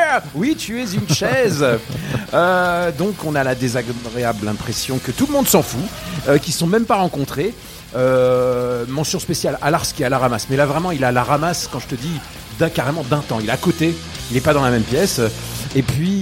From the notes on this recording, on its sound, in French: Interview du groupe pendant le festival